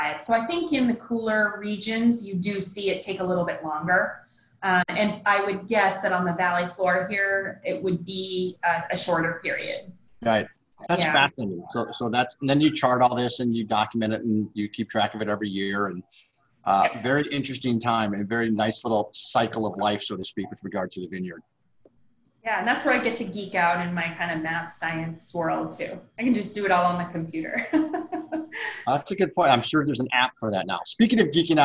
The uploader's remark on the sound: SIP Virtual Wine Tasting